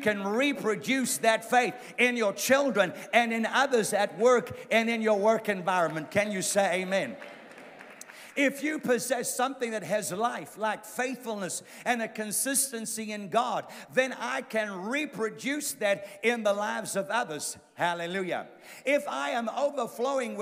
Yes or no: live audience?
yes